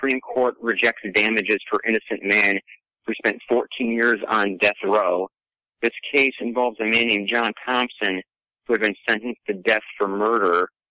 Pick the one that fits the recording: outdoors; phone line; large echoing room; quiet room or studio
phone line